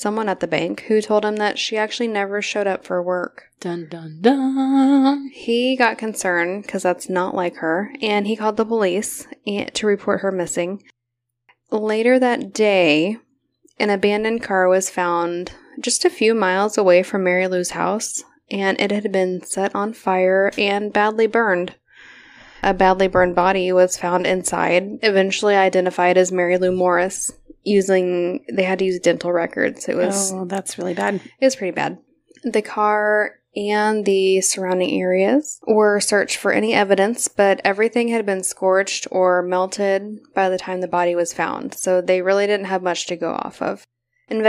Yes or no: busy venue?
no